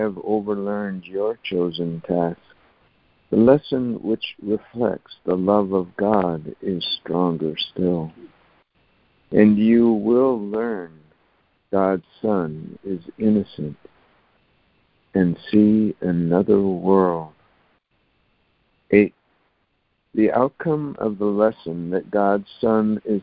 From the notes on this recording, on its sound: ACIM Daily Conference Call.